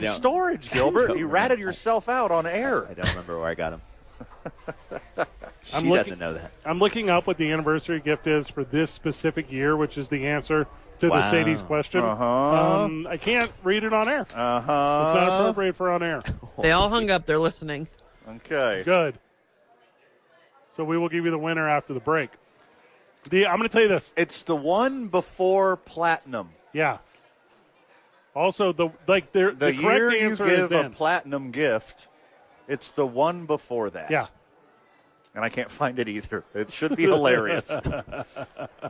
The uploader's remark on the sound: live from Sadies on 4th!